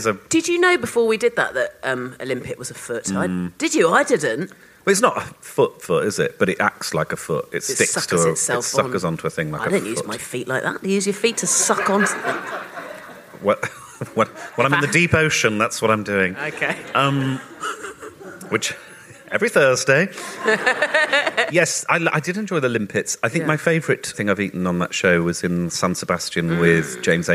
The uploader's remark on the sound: We recorded this episode at the ROUNDHOUSE in Camden in front of a live audience.